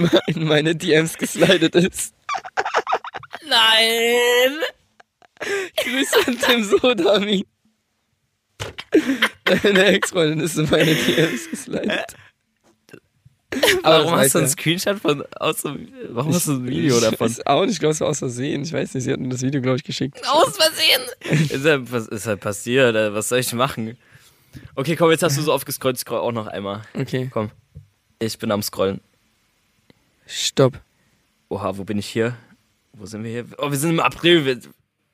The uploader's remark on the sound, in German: sitzt in einem Van, auf einem Festival in Norddeutschland